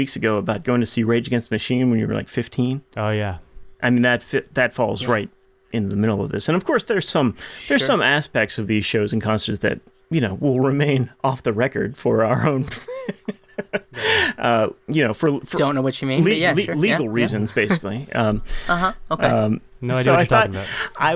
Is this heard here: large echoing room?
no